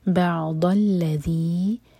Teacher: ضاد ہیوی زبان کے سائڈ سے اگر دال کا ساؤنڈ آیا تو میننگ چینج ہو جائے گا سو بی کیئرفل بَعْضَ الَّذِي تَخْتَلِفُونَ فِيهِ حق و ساکن کریں